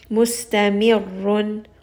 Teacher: So here, for example, if we have the word mustamirun and I have ra with a shadda, ra is being recited twice, first with a sukoon and then the second time with a dhamma.